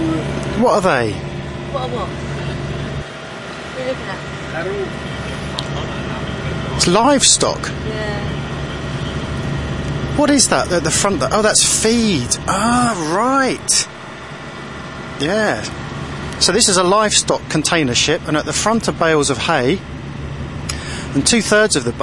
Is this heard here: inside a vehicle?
yes